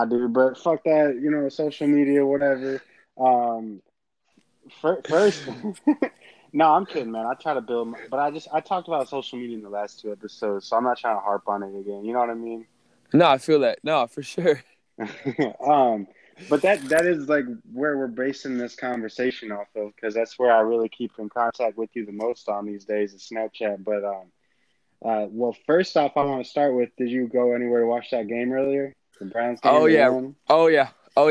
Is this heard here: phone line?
yes